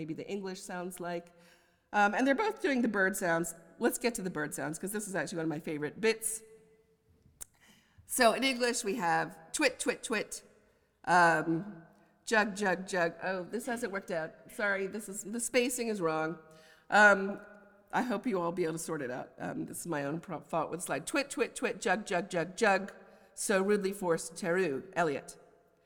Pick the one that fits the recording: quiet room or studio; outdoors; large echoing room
large echoing room